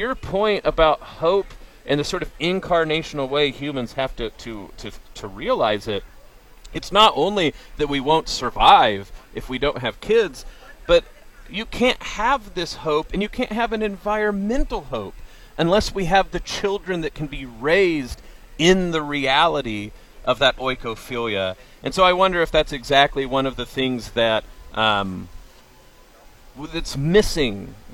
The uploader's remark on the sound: Live at the Iowa State Fair.